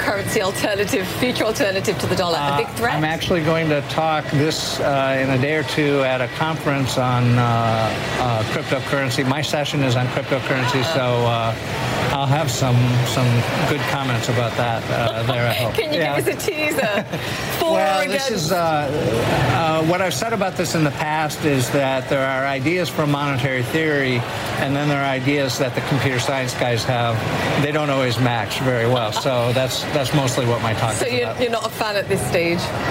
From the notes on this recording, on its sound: live from the New York Stock Exchange